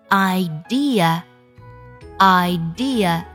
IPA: aɪˈdɪə